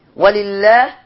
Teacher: لفظ الجلالة مرقق لأن قبليه كسر وأي لفظ الجلالة قبله كسر يرقق تمام زي عبد الله وزي الآية معانا لله وهكذا.